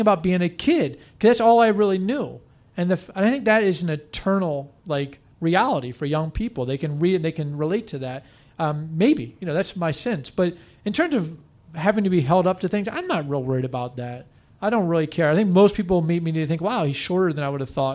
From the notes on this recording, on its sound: He joined us live on stage in Washington DC.